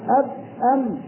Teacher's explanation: الباء بتخرج من الشفتين والميم من الشفتين